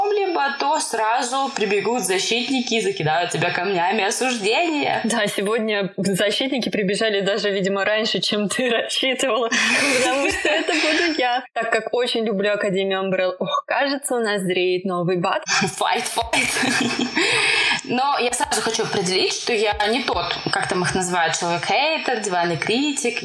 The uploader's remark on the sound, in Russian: Хоть и звук в этом выпуске вышел в окно и самоуничтожился.